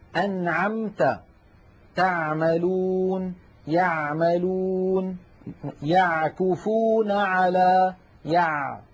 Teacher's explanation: العين الفصيحة أعمق إلى تحت أكثر. أنعمت، تعملون، يعملون، يعكفون على، يع، عميقة أكثر من العين التي نعتاد في العاميات على الاتيان بها.